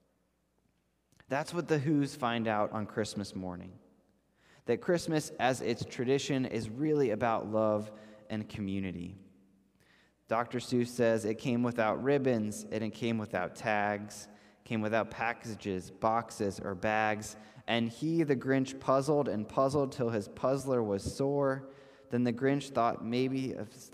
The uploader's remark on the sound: This message was first preached on December 5th 2021 at Linglestown Life Church in Harrisburg PA.